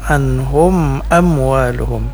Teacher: Ini mim sukun bertemu dengan huruf alif atau hamzah, ini namanya izhar syafawi.